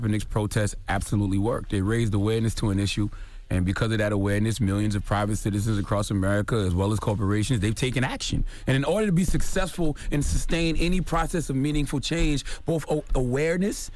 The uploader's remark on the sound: we opened up the phone lines to hear what our listeners had to say